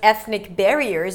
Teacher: if I were to say just ethnic barriers, I'd probably stress the word barriers